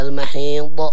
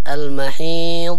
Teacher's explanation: أهم شيء الضاد ما يتقلقل · Shown in: second take · يعني لا تقولي المحيض، لا، فيها استطالة هكذا المحيض مثل الأرم ولا نقول المحيض والباقي تمام.